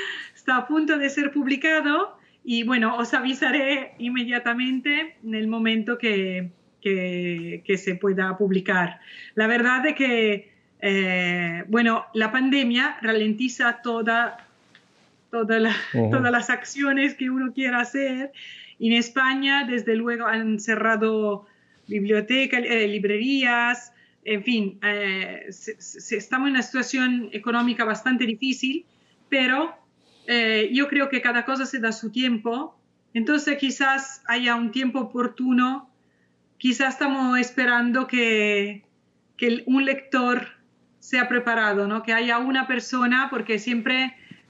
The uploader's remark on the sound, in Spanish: nos acompaña por primera vez, vía Skype.